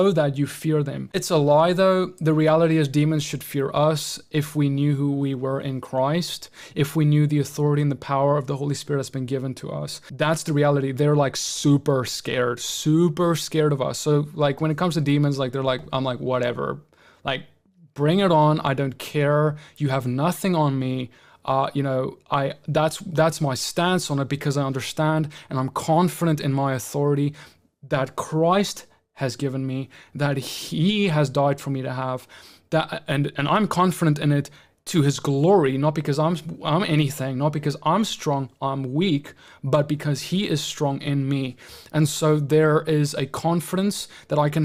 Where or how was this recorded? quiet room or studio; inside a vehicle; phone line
quiet room or studio